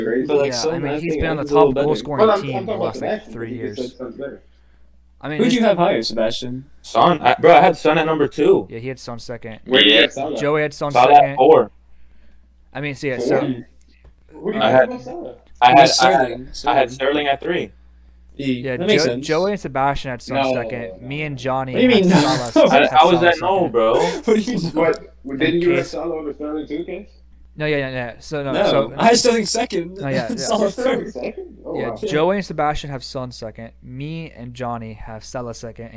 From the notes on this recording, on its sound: We had some technical issues and we apologize for that.